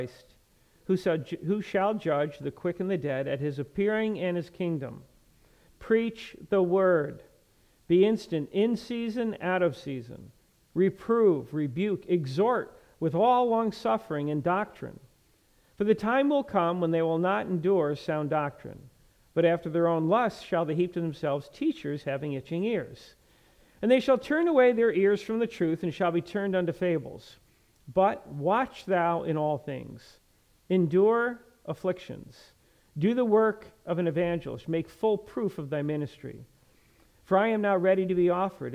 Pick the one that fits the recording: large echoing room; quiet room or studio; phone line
large echoing room